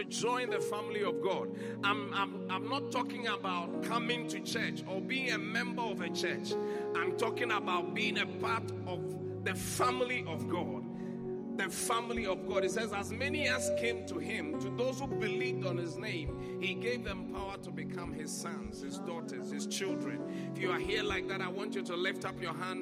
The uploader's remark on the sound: Preached at the Qodesh.